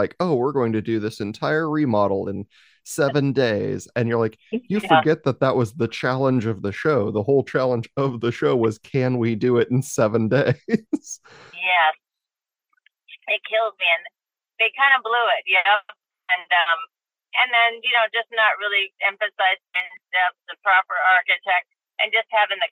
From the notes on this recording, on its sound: Heads up about the audio quality. Was in between work sites and actually did the interview from her vehicle on her phone. I've tried to clean it up as much as I can, but don't come into this one expecting studio quality audio from our expert today.